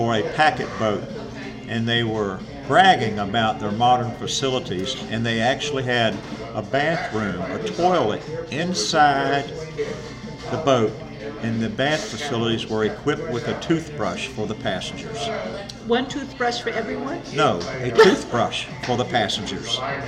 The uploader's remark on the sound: We decided that one of our local businesses would be a great place to sit down and have a conversation. There is a bit of background noise caused by people enjoying themselves.